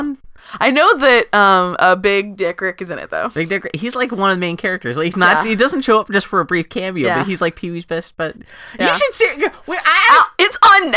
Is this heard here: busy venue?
no